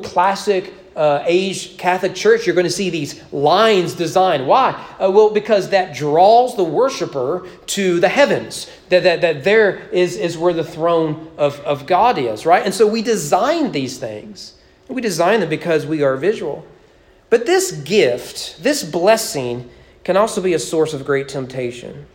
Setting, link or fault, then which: setting, large echoing room